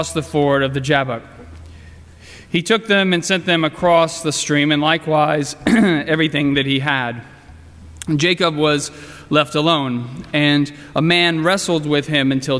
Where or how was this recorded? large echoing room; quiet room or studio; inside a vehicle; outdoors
large echoing room